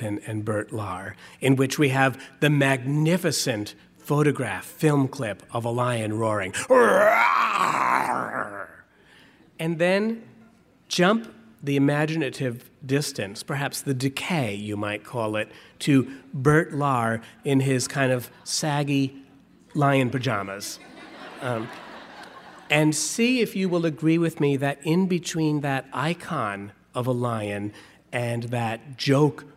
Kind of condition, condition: setting, live audience